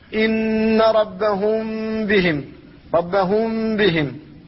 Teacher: فالميم ذهبت وبقيت صفتها وهي الغنة وخرجت من الخيشوم، هذا هو الإخفاء. · أخرجت الغنة من الخيشوم ولم تفتح الشفتين